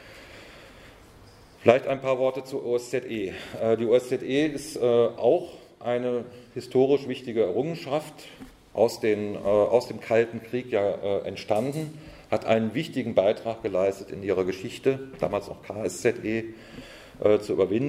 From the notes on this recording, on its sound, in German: Vortrag auf der Konferenz «70 Jahre: Kein Frieden mit der NATO» der Rosa-Luxemburg-Stiftung in Frankfurt.